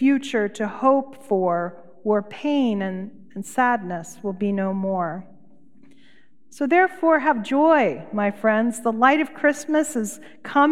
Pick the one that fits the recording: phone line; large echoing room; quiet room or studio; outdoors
large echoing room